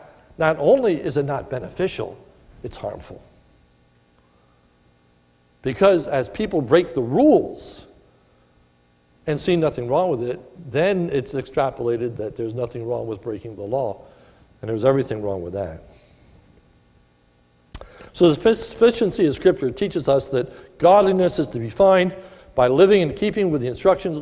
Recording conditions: large echoing room